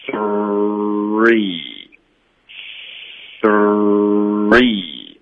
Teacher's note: 舌尖本来是贴着上齿，然后就要弹到嘴巴里面，导致一个儿化音